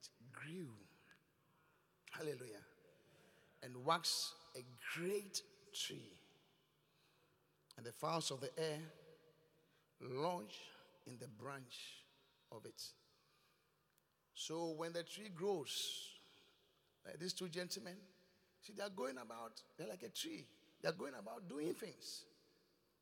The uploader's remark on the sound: Preached at The Qodesh